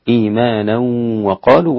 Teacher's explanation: أسقط الغنة خلف عن حمزة